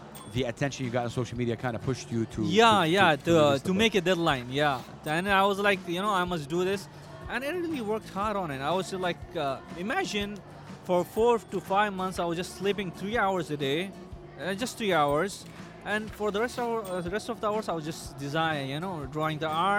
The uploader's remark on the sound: Live from SIBF 2023